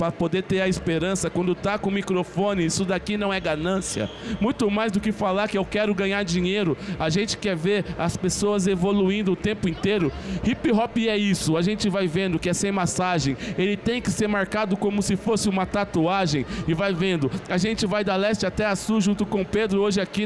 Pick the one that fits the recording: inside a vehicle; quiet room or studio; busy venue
busy venue